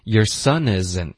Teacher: 然后 zint 的这个特的音呢我们就省了